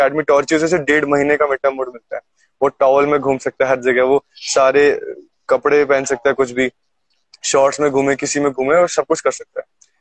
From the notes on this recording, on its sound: This was part of Insta Live.